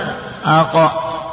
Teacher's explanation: القاف، مخرج القاف من أقصى اللسان. ما هو أقصى اللسان؟ الذي يلي الحلق